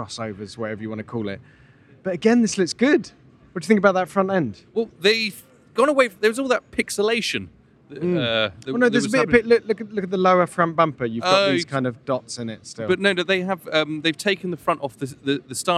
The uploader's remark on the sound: Live From The New York Auto Show! For a stroll around the floor 2023 New York Auto Show.